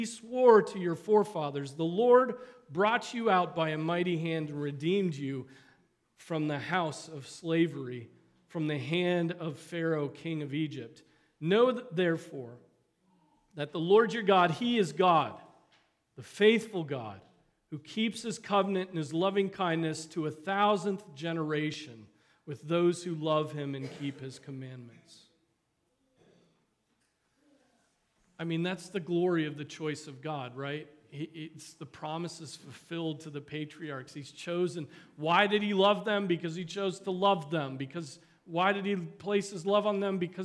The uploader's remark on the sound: Preached on March 19, 2023 at Trinity Presbyterian Church